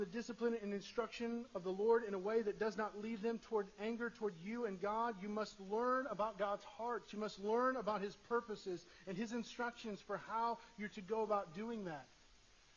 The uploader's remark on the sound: Sorry for the poor audio quality